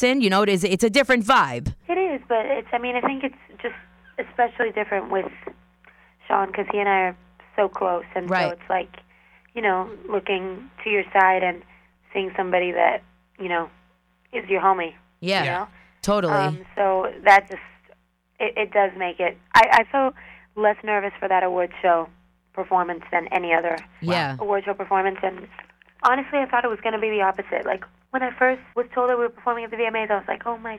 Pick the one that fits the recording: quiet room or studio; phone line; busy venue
phone line